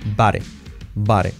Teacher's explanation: La O como una A. Y la D, pues como una R suave.